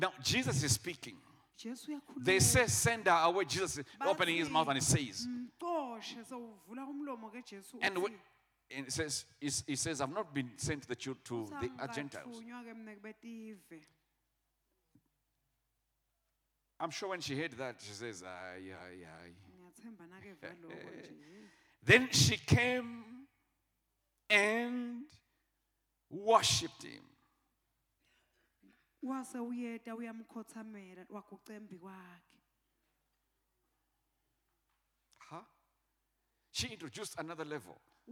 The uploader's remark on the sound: Recorded Live at the Apostolic Hub on February 6, 2022.